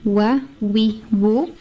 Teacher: The waw is pronounced with the incomplete meeting of the lips.